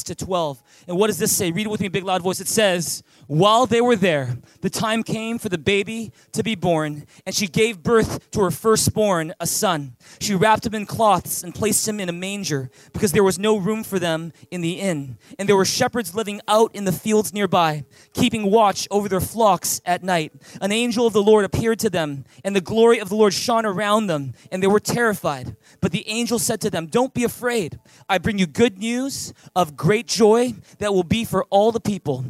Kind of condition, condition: setting, large echoing room